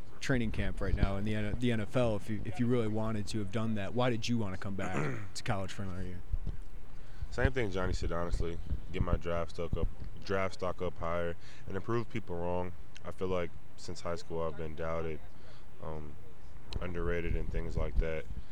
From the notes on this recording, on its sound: live from Big Ten Media Days